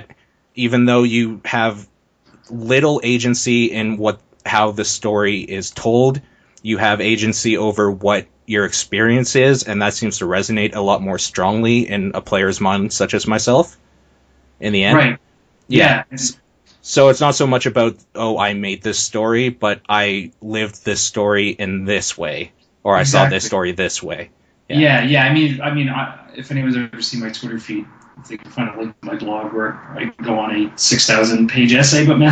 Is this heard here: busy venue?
no